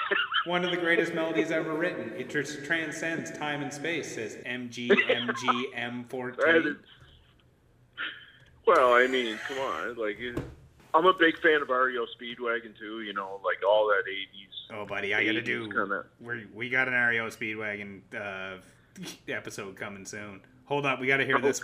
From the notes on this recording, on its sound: Things go way off the rails as 2 Nova Scotians who haven't talked on the phone in a while just start giv'n er.